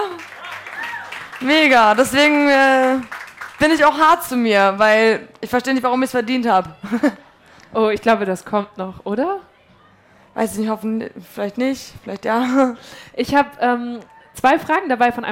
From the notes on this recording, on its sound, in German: Wir haben uns nämlich kurz nach ihrem Auftritt für diese Folge getroffen – das war quasi ihre Zugabe, auch live vor Publikum.